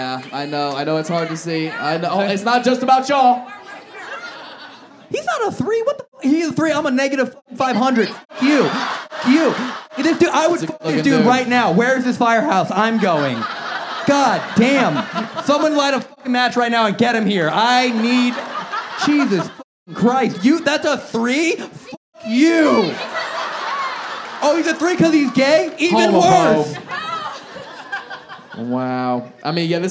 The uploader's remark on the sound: Live Show Start. This episode was filmed in front of a live audience at Funny Bone in Phoenix Arizona in May 2023.